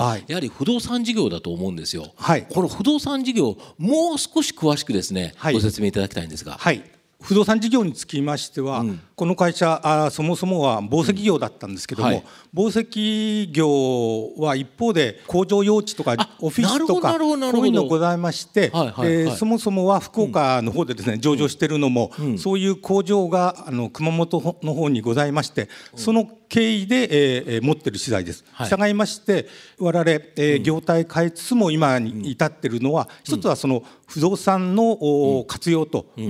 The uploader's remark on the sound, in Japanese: 2020年9月6日、東京・茅場町の東京証券会館ホールで行われた「ラジオNIKKEI 相場の福の神 注目企業ＩＲセミナー」